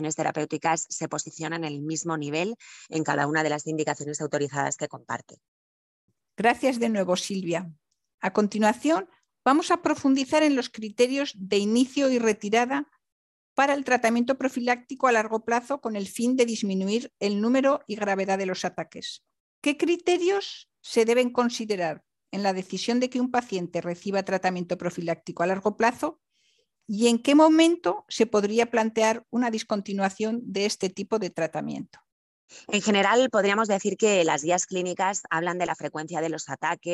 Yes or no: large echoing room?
no